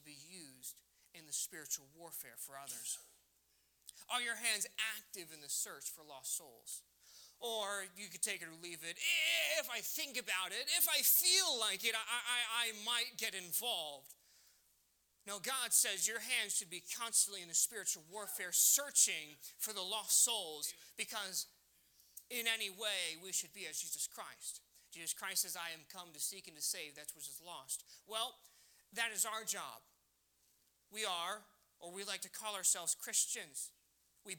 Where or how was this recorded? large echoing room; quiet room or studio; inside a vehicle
large echoing room